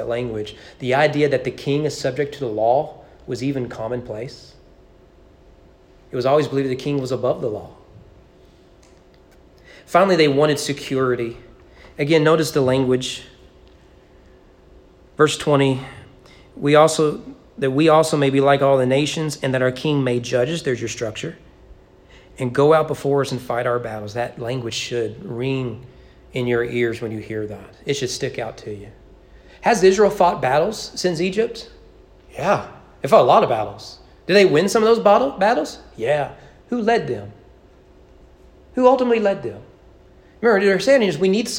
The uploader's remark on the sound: Sermon preached at East Frankfort Baptist Church in April 2022 during evening worship.